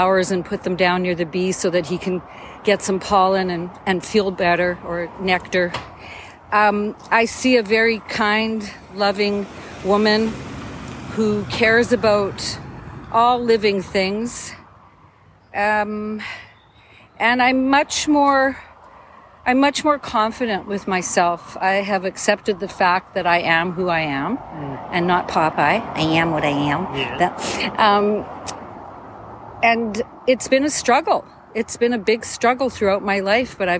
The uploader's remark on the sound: On a beautiful Vancouver day, while walking with my mother, we decided to talk.